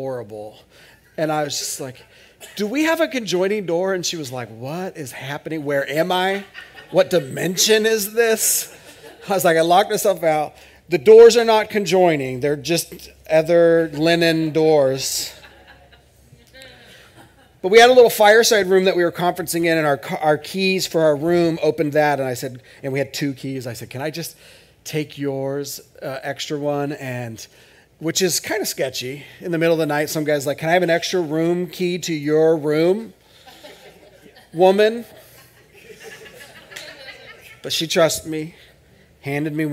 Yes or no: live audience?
yes